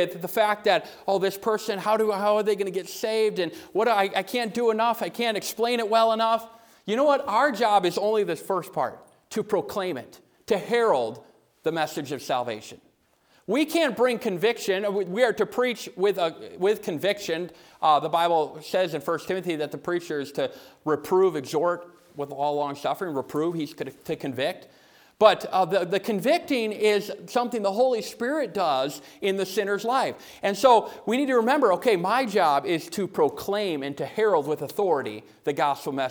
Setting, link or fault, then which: setting, large echoing room